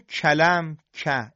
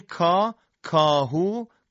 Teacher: حرف کاف هم با شدت و پس از انسداد کامل ادا میشه و اگر مرحله رهایی با کندی و سایش صورت بگیره، صدای کاف حالت تیز و همراه با رخوت و سستی به خودش میگیره · Shown in: first take · که این هم در تجوید درست نیست.